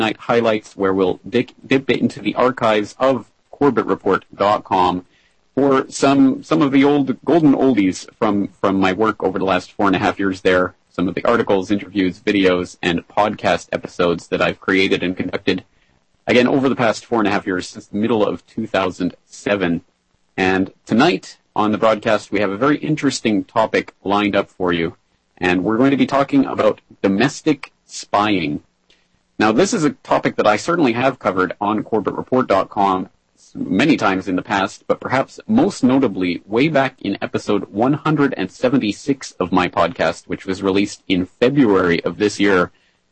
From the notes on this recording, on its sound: It's headlines and open phones tonight as we crack open the files on domestic spying.